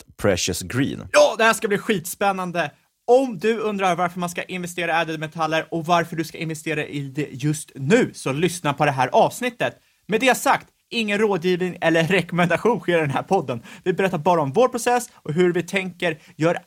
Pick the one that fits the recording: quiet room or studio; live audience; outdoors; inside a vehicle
quiet room or studio